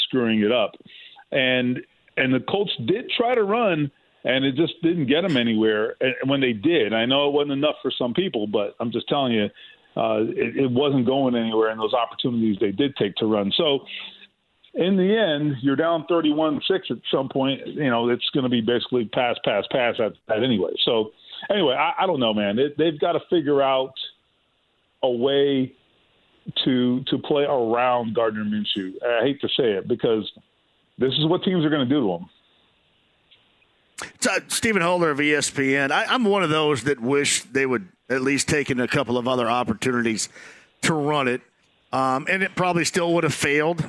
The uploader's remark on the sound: He takes some calls and answers some questions from listeners online about the loss as well. He then opens the phone lines back up and takes some calls! He takes some more phone calls from listeners as well!